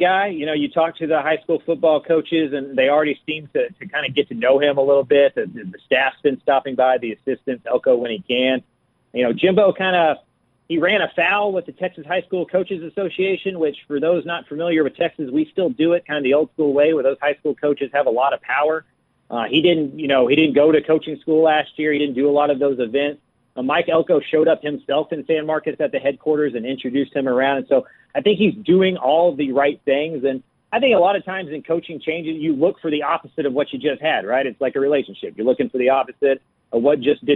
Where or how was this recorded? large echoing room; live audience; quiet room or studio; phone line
phone line